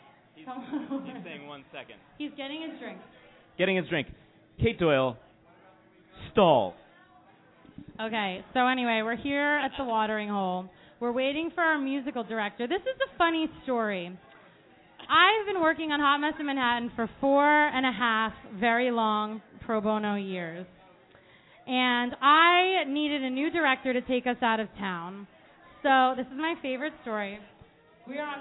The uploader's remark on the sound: takes the show live at The Watering Hole in New York City